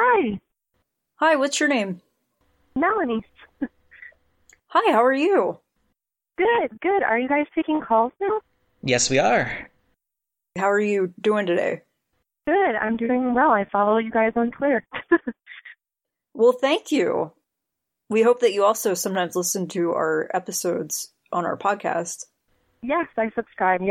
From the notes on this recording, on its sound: A number of our devoted and ruthless listeners took a short break from their jam sessions to hang out with us on our live call-in on Sunday!